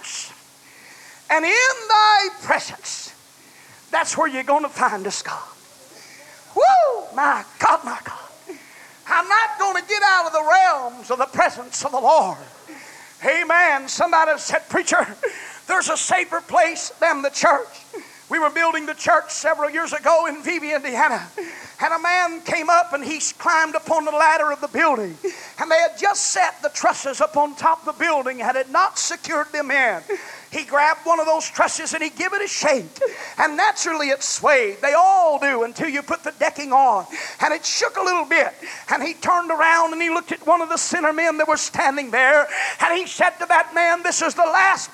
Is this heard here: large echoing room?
yes